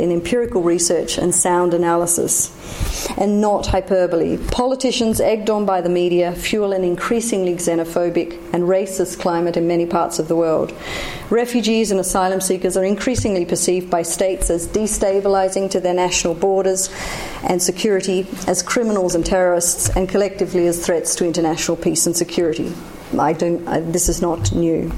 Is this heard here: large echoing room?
yes